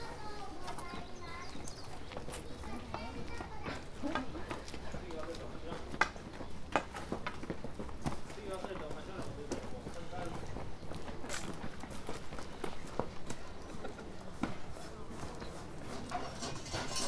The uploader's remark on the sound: This episode is excerpts from field recordings I made in Japan in 2018. Travelling with three friends, we spent time in Kyoto, Higashi-Hiroshima and Uno, a coastal town providing access to the fabled art islands of the Seto inland sea. Most of this sonic montage is uninterrupted by explanation other than to introduce recordings made inside the remarkable Teshima Art Museum. Two large oval openings allow wind, light and sound into this unusual volume. It also acts as a sonic telescope, capturing and amplifying distant sounds.